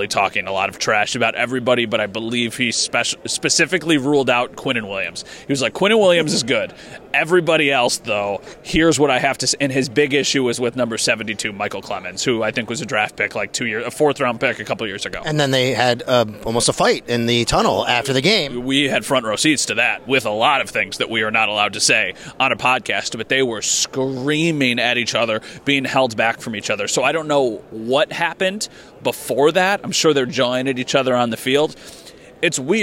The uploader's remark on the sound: live again from the combine